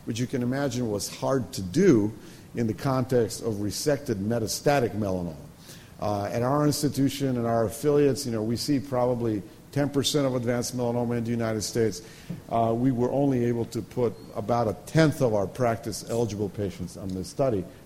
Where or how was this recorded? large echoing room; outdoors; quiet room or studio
large echoing room